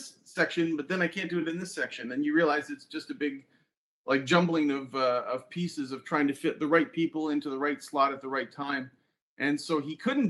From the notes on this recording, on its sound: Live Book Release Event via Crowdcast